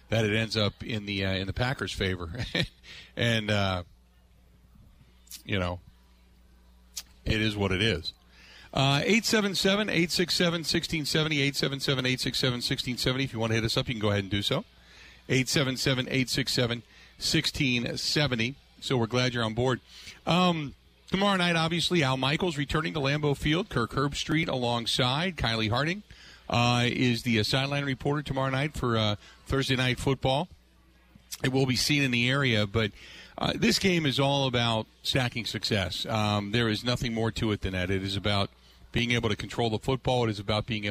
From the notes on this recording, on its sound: live at the Brat Stop in Kenosha